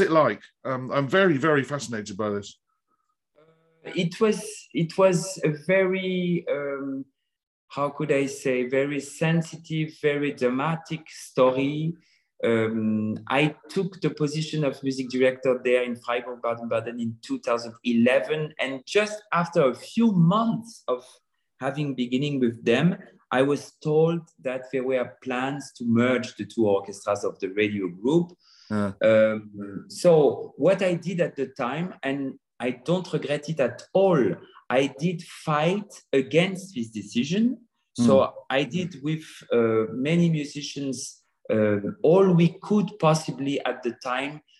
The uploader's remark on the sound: This interview was recorded. Via Zoom.